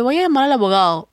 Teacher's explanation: la D es muy suave y casi ya está desapareciendo